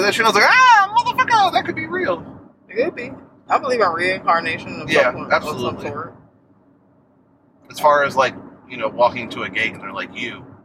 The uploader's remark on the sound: Y'all are taking a ride with us. During our little day trip in the car.